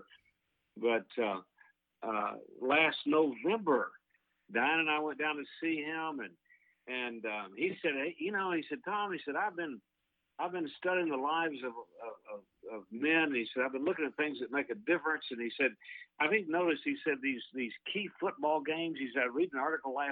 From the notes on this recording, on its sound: is joined on the phone